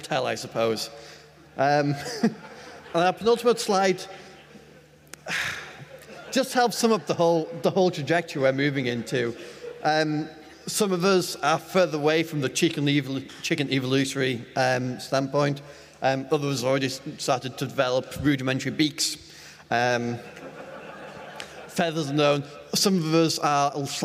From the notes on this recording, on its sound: Emf2022. An audience interactive event; where willing volunteers collide with GPT-3 AI to present an informative, intellectual and light-hearted presentation to a receptive crowd.